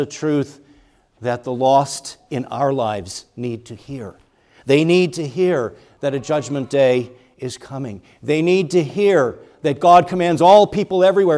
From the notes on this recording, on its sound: preached at Grace Orthodox Presbyterian Church in Sewickley, PA, during the morning Worship Service on Sunday, February 18, 2024